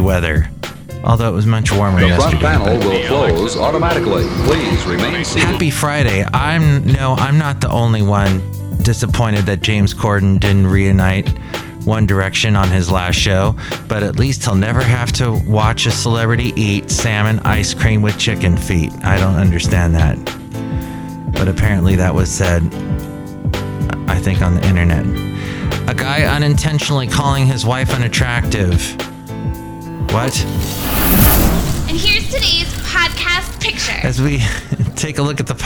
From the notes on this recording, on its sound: podcasts live from Café Anyway